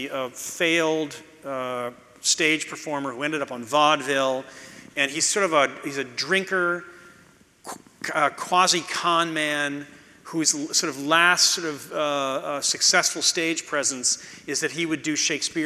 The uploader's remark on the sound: you’ll hear the audience react to some visuals